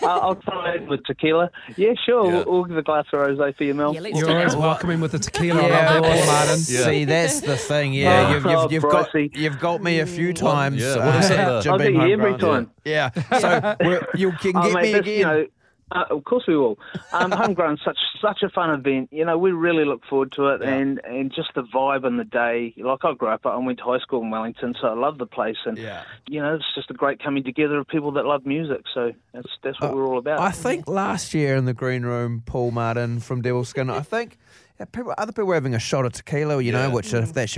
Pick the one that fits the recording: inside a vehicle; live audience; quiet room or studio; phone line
phone line